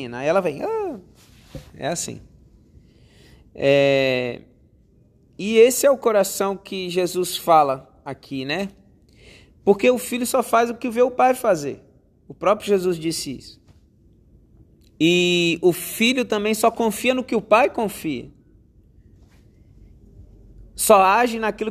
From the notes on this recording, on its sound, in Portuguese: Podcast gravado durante as 240 horas de adoração da minha igreja local Monte Sião Grande Vitória.